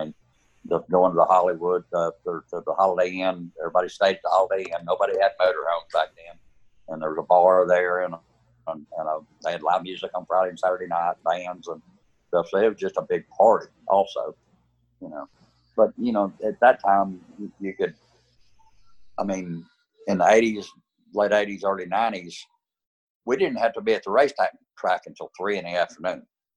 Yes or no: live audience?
no